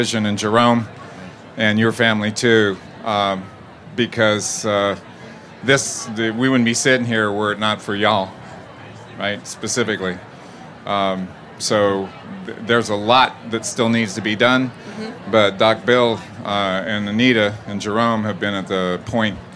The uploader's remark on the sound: This is the first of two panels at the Charleston Wine + Food about the history and current state of South Carolina’s foodways.